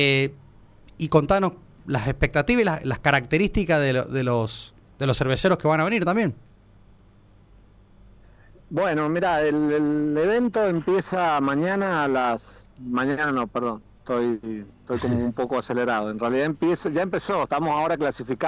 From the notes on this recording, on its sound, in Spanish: Charlamos por teléfono